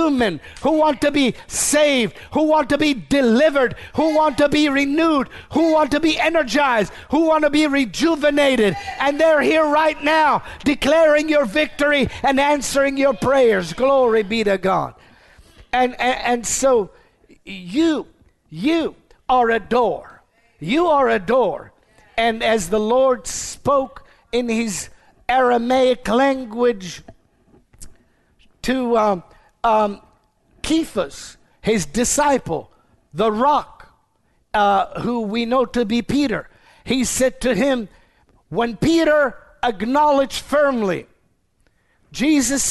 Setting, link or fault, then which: setting, large echoing room